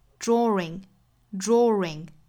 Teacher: 所以这里面我们说连读就应该加 r 的音 · Term: 小小的 r 的音